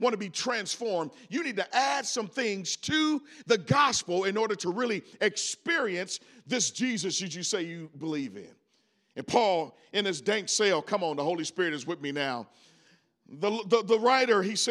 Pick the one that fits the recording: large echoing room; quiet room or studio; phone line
large echoing room